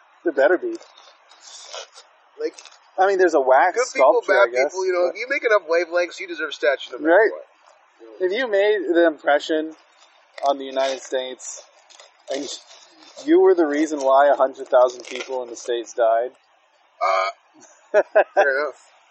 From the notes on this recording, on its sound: This episode was also filmed outdoors so the audio quality isn't great after I did some cleaning up.